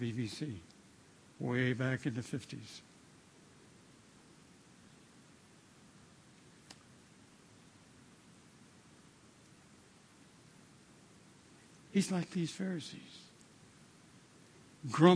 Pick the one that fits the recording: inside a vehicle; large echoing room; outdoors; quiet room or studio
large echoing room